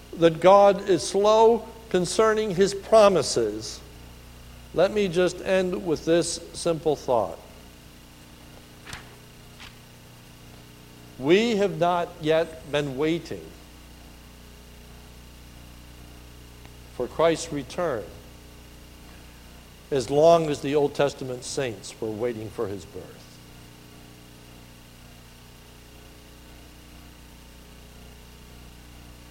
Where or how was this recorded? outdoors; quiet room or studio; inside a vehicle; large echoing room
large echoing room